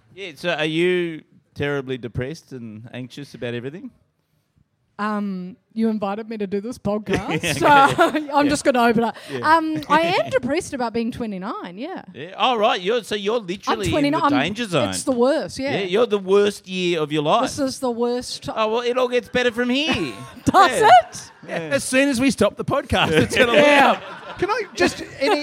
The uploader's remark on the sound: Back at the pub.